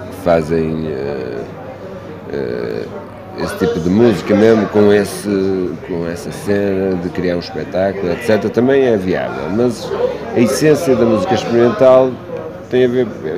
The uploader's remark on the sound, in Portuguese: Após o concerto na "Matinoise" em Braga, organizado pela "Cantigas do Poço". Entrevista gravada na "Matinoise" das Cantigas do Poço no Rockstar pub, em Braga.